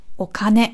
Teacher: Also nie das O betonen, sondern das, was danach kommt. · Term: Betonung